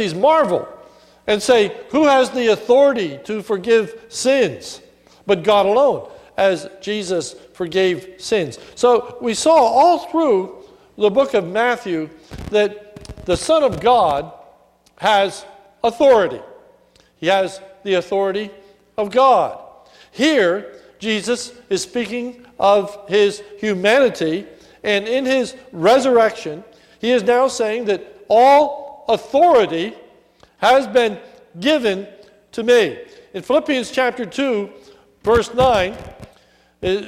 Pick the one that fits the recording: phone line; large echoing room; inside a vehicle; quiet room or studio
large echoing room